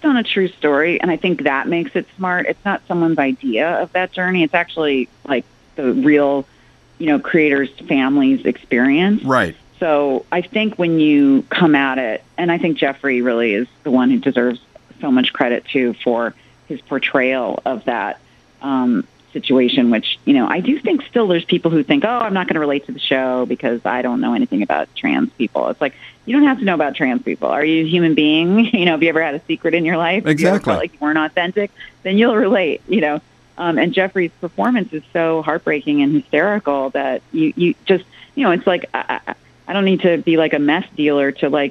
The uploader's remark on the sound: called in on September 22, 2017